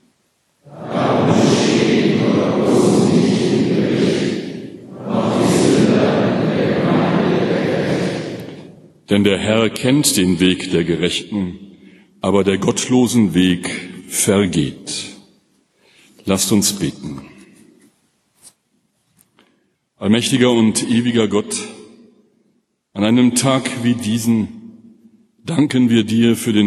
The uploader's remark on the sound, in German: Gottesdienst mit der Lippischen Bibelgesellschaft